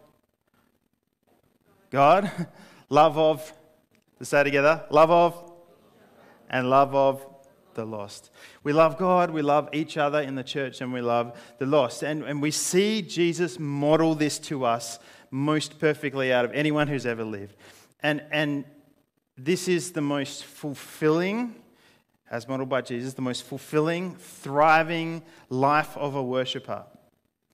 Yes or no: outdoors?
no